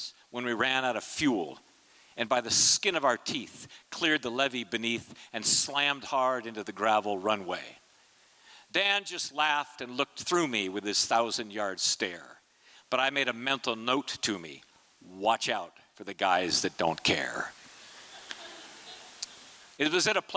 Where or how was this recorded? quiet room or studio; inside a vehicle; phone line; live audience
live audience